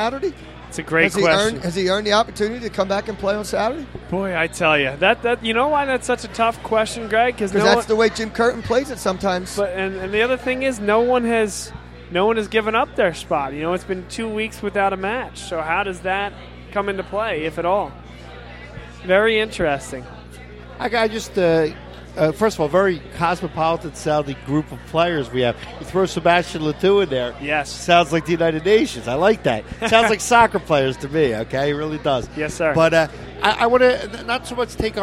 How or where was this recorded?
busy venue